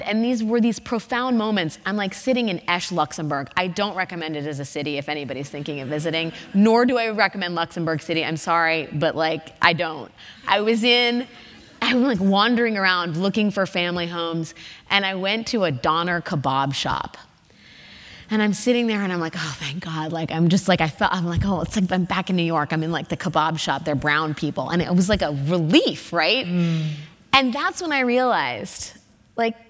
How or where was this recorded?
live audience